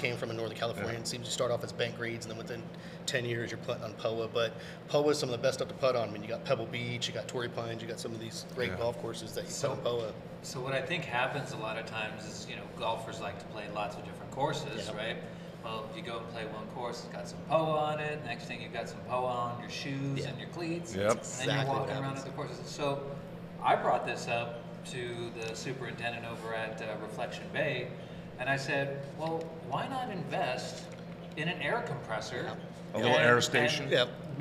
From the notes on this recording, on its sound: Recorded at Golf Club at Sunrise